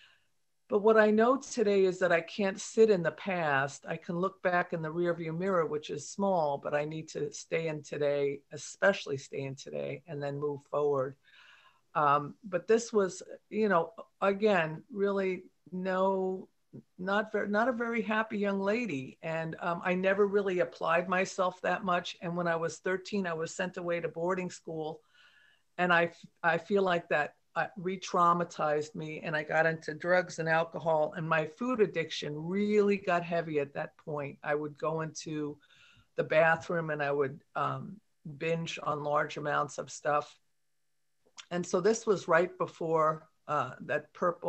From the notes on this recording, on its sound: Recorded at the Recovery From Relapse Special Focus Meeting